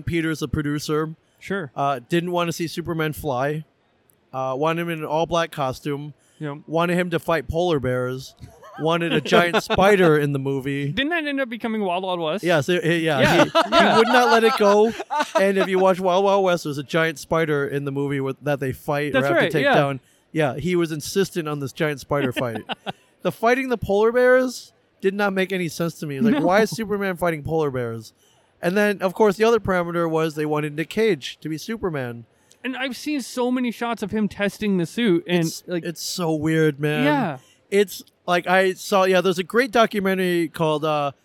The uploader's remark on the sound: recorded on-location at Des Moines Con 2023